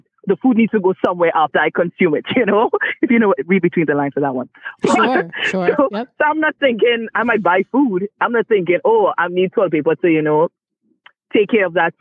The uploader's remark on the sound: Talking with friends from the safe distance of our phones